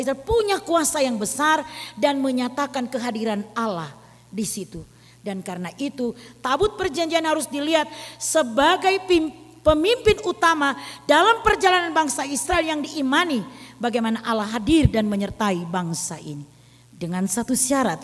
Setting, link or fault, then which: setting, large echoing room